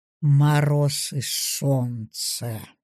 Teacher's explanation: «Мороз и солнце». Второй вариант завершения. Голосовое снижение.